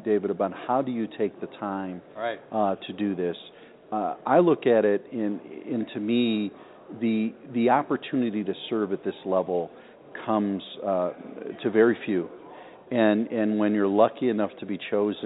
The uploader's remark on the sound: Today we are broadcasting "live" from the National MBA Convention in San Diego from the D+H booth.